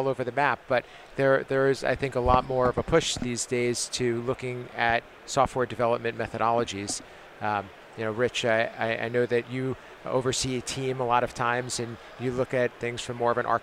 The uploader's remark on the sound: On the show floor of InfoComm 2022 to talk in person about the control programming side of the AV industry.